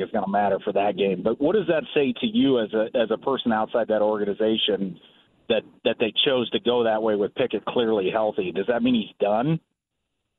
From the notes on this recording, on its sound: Opening the phone lines up and taking some calls!